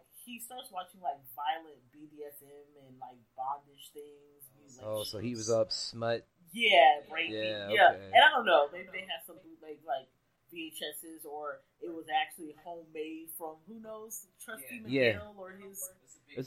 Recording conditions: echo